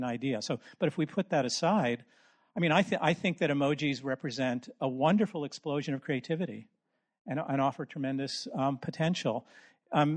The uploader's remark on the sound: This episode is a live session from #ZEEJLFatBL2019.